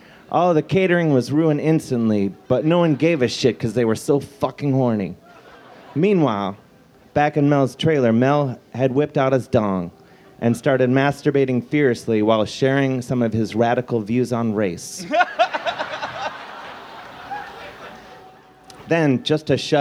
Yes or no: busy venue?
yes